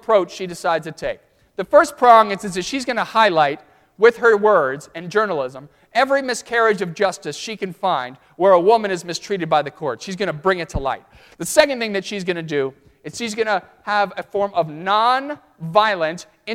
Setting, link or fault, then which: setting, large echoing room